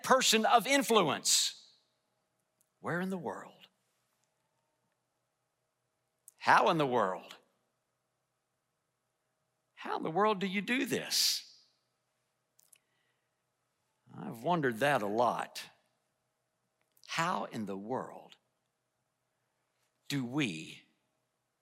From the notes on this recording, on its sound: Delivered a message in #SWBTSChapel.